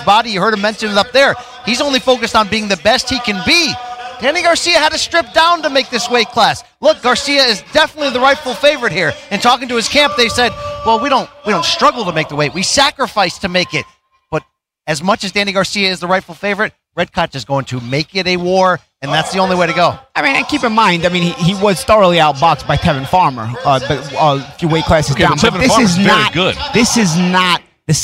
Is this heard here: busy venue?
yes